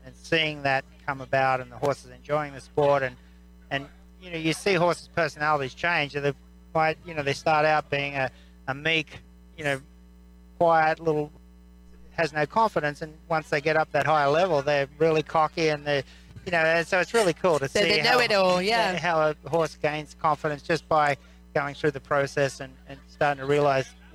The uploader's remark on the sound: Recorded live at the Ocala Jockey Club International 3 Day Event.